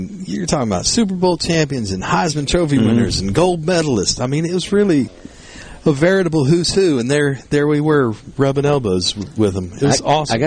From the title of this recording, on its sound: Live! at the Delta Soul Charity Golf Tournament